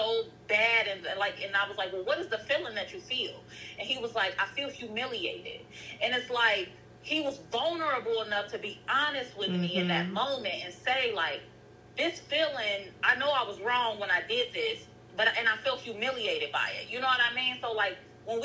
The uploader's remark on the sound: This candid conversation was recorded over a call